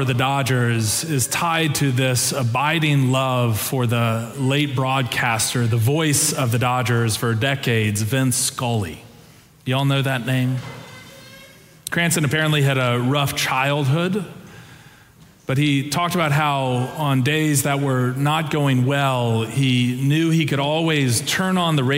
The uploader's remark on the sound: Preached on Easter Sunday (April 9, 2023), for our Sanctuary and MorningSong Worship Services.